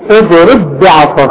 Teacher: البه الثانيه اي مكسوره وعليها الشده تبقى متحركه. ادغم البه دي في البه دي، خليها به واحده واوعى تقلقلها